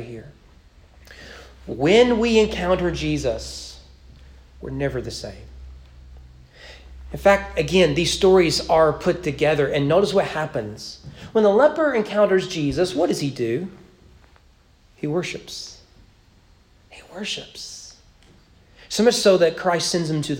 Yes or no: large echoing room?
yes